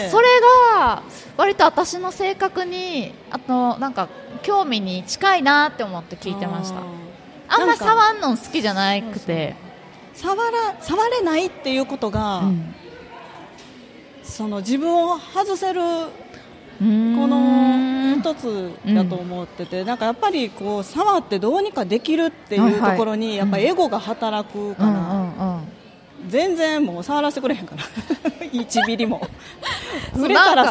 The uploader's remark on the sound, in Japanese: 楽しく公開収録。鳥取県倉吉市発。